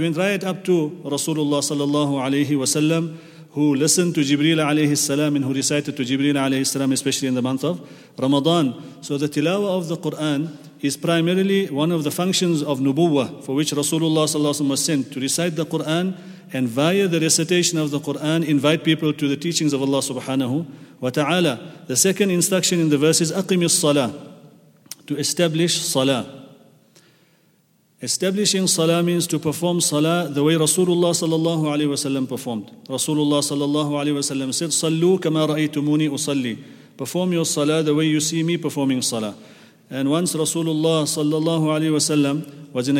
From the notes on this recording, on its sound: at the Houghton Masjid (West Street)